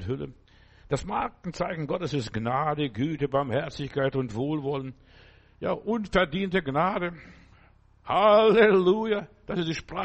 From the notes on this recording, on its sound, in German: Februar 2024 im Gemeinde-Zentrum in Berlin aufgenommen.